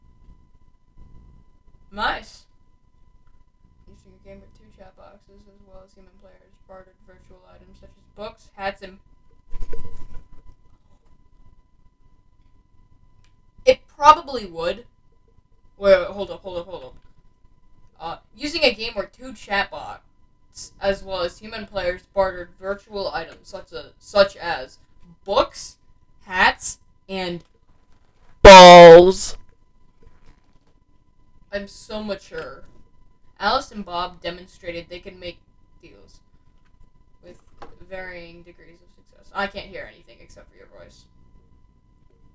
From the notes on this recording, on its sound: I want to apologize about my mic in this first episode, their is a problem with it